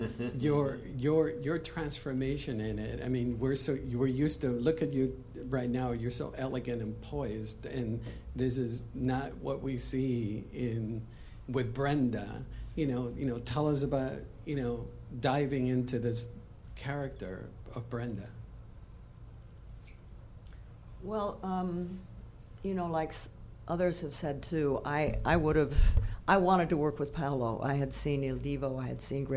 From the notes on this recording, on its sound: A special Los Angeles press conference